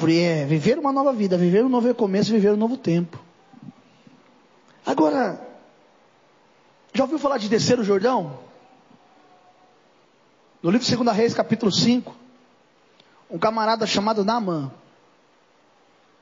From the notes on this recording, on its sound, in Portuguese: Mensagem gravada em 21/11/2023 - Culto de Causas Impossíveis